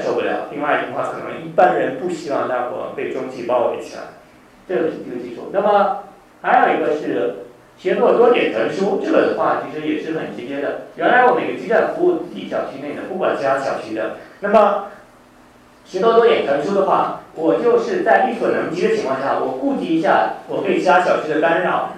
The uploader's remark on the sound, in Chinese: “复兴论坛”是由复旦大学、中国科技大学、同济大学、兴业全球基金合作的高端学术文化论坛。本音频是由“复兴论坛”系列讲座录音整理而成。